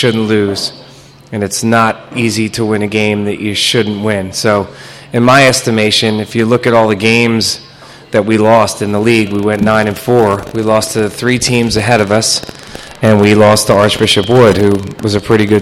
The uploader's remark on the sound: We took to the road to Magerks in Fort Washington, for the La Salle Basketball Tip Off Show.